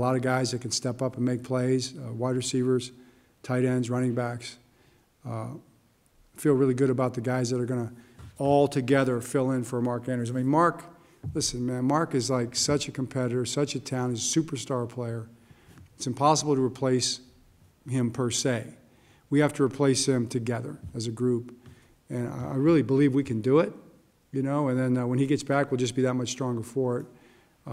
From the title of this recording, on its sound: Press Conference